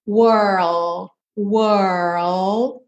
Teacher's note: para no R primeiro com a língua enrolada. Were, were, e depois passa para o L.